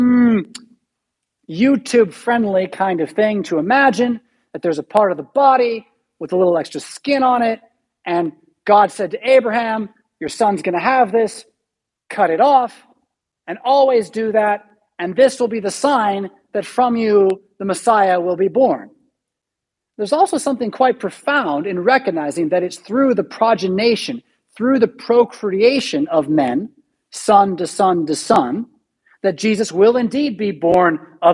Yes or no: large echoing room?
yes